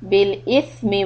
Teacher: the letter ث tip of the tongue has to come out